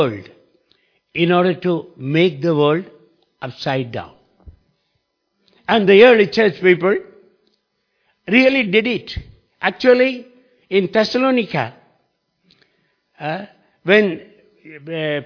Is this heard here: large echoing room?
yes